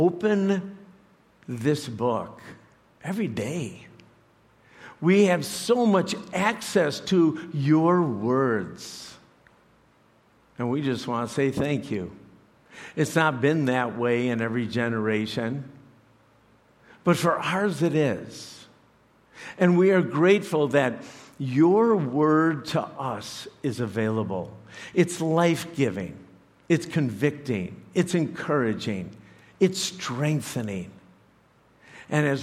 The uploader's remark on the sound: Preached this message to CrossPoint Church.